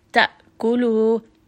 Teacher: We're not saying da'kulu and bringing it into the jowf. Abruptly, we want to stop and kill the sound within the throat. Da'kulu. So you hear that there's that jerking. · Term: shidda